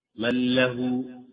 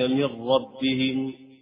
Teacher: الإدغام بغير غنة في اللام والراء لا بغنة اللزم كثير، في مثلا مثال ذلك في اللام مثلا من له فلا تنطق بالنون ولا تظهر شيئا من النون، من له فذلك من ربهم الراء.